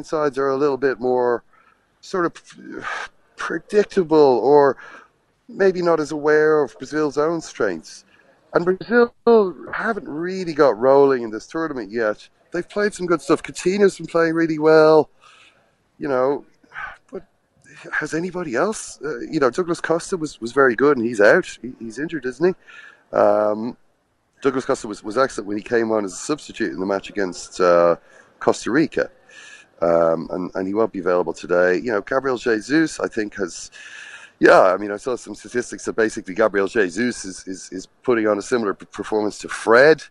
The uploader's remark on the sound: Live from the cobblestones outside a boiling hot Samara Airport.